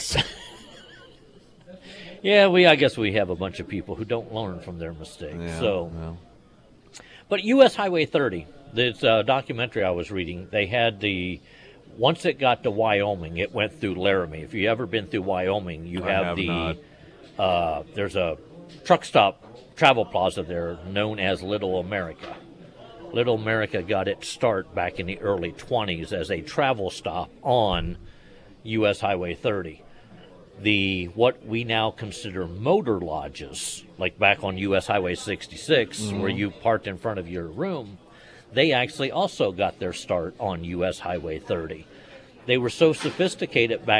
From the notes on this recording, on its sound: live at Scramblers Diner